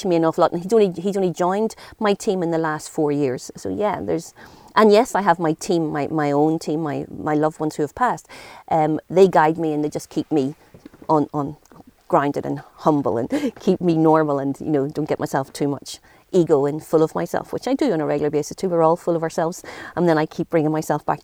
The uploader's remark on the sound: On this episode I travel just outside Clonmel to gorgeous Goatenbridge. Recorded in her Healing Garden.